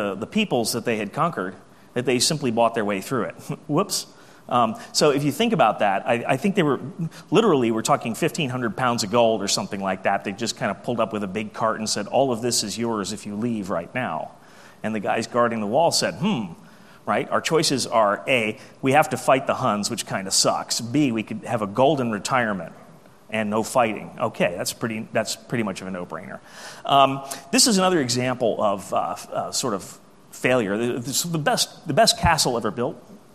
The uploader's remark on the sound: AusCERT keynote speech